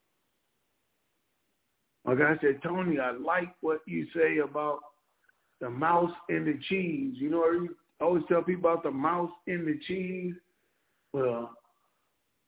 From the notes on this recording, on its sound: TNTSuperfantastic Conference Call